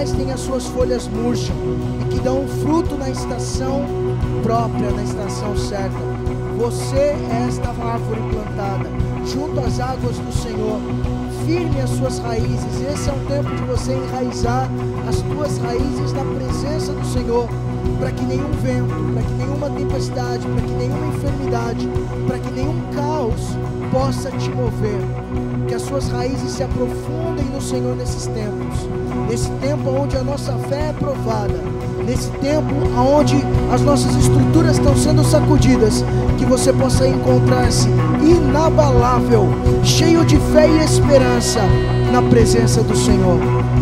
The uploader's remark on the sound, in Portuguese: LIVE DO CULTO ADORAÇÃO E VIDA SEDE